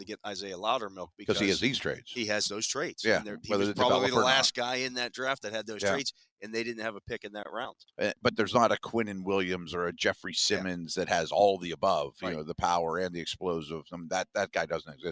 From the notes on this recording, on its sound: The Drive LIVE from the NFL Combine. NFL Combine coverage.